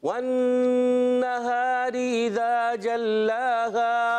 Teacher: نون مشدد میں ایک الف کا غنہ